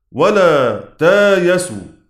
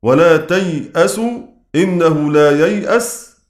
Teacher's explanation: هيقلب الهمزة مكان الياء ثم يبدل الهمزة ألفا · Shown in: first take · Term: القلب